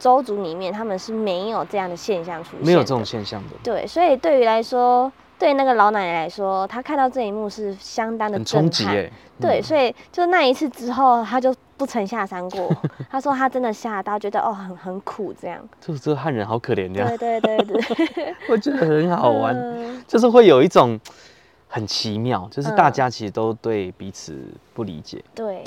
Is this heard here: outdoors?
yes